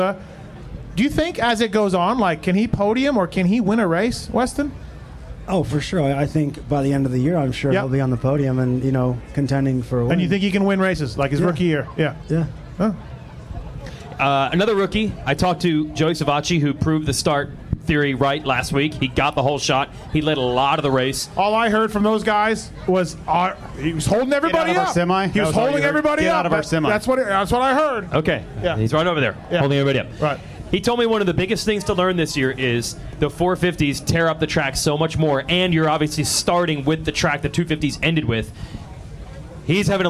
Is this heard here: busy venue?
yes